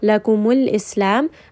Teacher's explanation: Seen is going to have safir, so do make sure you give it a little bit of that whistle